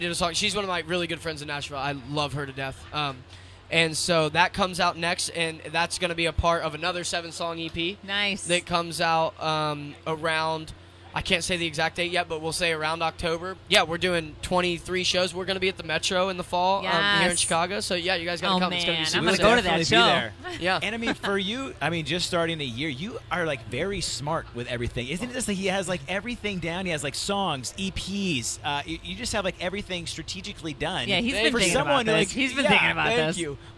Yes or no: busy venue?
yes